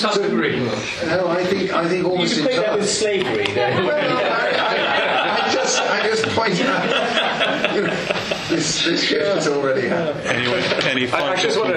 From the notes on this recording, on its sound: presented at the conference hosted by The New Criterion and the Social Affairs Unit